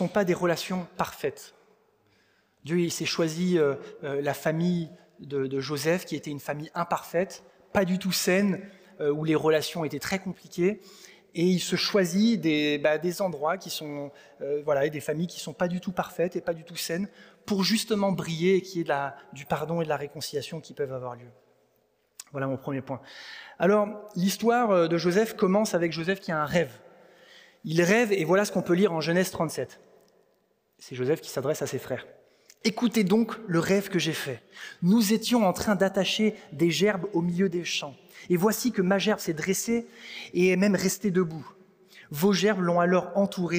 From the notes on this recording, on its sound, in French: Enregistré à l'église CVV, le 14/05/2023